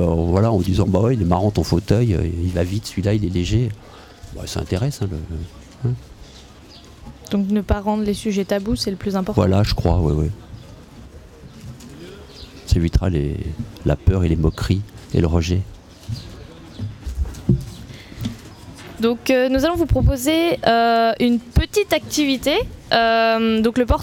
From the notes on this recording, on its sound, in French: En direct le 4 juillet de 9h à 18h à l'occasion du LIVRODROME qui proposa ce jour-là sur le quai Baluze à Tulle. Ont animé sur Bram FM toute une émission en direct le 4 juillet de 9h à 18h à l'occasion du LIVRODROME qui proposa ce jour-là sur le quai Baluze à Tulle plain d'animations originales autour du livre.